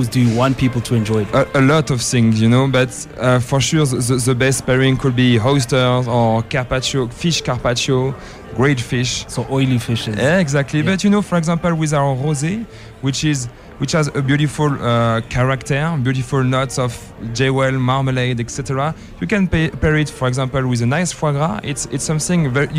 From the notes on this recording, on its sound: special broadcast of the Absa Champagne in Africa Festival 2023 from a Summer Place